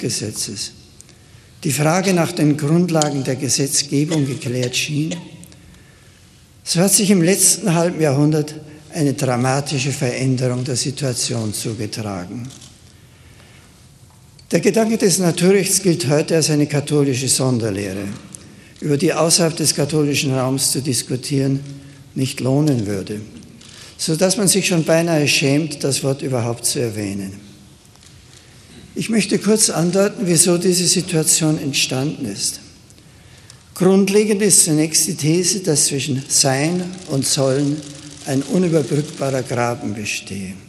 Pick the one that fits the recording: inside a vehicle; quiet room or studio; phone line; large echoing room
large echoing room